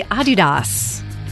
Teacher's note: slight emphasis on the first syllable